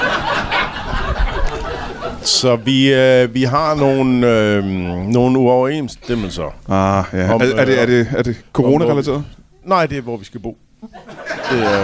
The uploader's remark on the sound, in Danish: LIVE fra Tobbers i Kolding